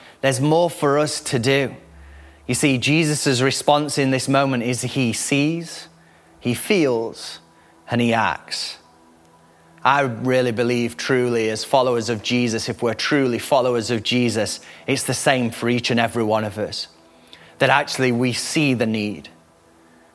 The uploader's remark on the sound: Recorded live at the Chesterfield Campus this is the message from the service broadcast.